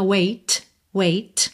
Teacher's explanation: você tanto pode ouvir essa percussãozinha wait, wait, ou ela pode ir ficando cada vez mais suave · Esse T de wait pode aparecer mais, menos ou nada.